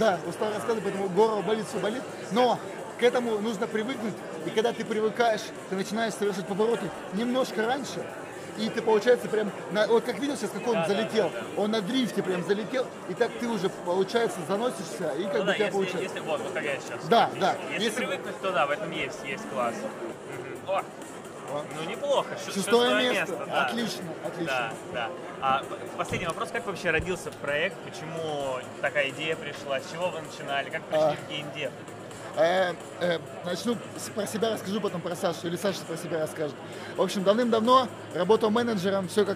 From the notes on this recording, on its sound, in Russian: Репортаж с игровой конференции DevGAMM.